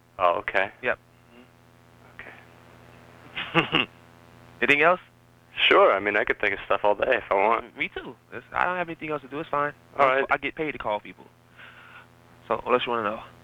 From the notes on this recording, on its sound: Prank Phone Calls